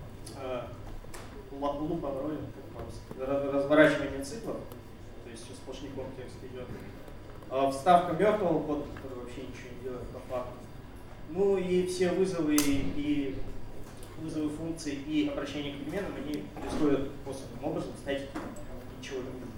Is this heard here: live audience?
yes